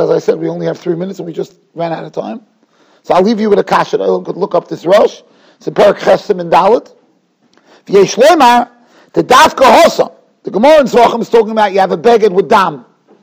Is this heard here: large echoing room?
yes